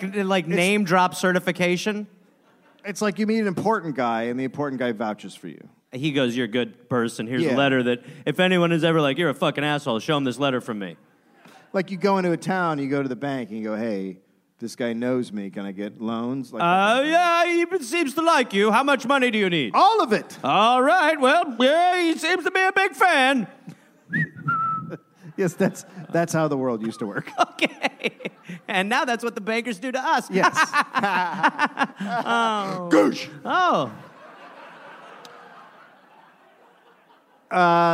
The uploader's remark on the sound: Recorded live in Sacramento, California.